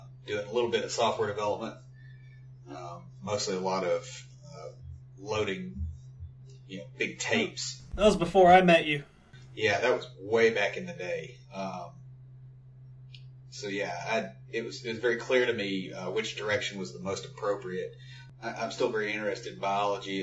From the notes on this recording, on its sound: The audio quality is not the best as we were learning to use the equipment and figuring out how to best record and master the show.